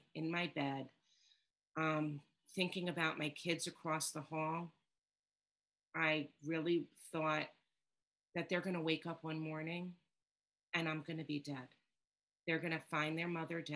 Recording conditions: video call